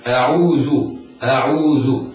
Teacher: همزة أعوذ همزة قطع مفتوحة مرققة، والعين مرققة، واو المد يحترز من تفخيمها، ويحترز أيضا من المبالغة في ترقيقها حتى لا تتشرب بصوت الياء. والذال حرف لثوي يخرج من طرف اللسان وأطراف الثنايا العليا